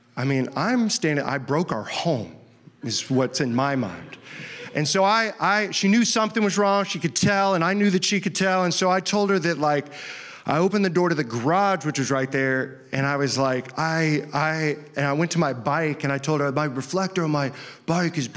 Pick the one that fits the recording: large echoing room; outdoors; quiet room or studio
large echoing room